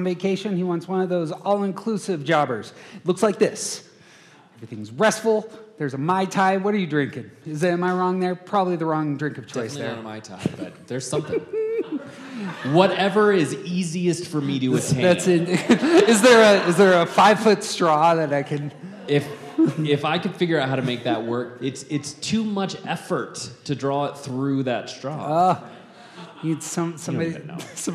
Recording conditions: live audience